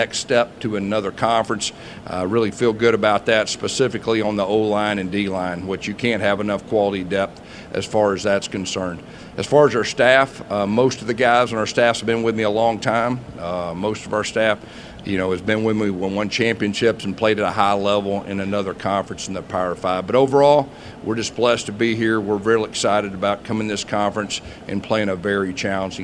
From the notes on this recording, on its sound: press conference at Big 12 Football Media Days